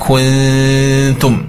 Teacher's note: di sini yang pertama adalah dengungan ya, dengungan di ikhfa hakiki ya, ini kurang tahan sedikit